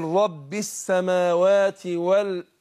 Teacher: الهمزه حرف مستفل حرف مرقق تخرج من اقصى الحلق